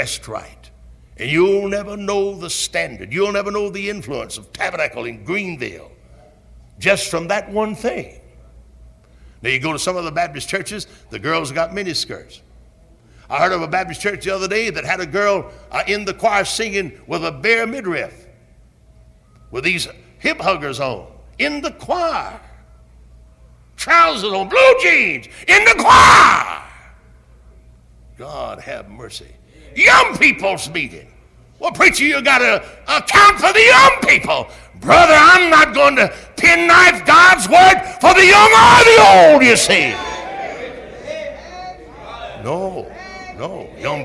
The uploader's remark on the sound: Originally preached at Tabernacle Baptist Church in Greenville, SC.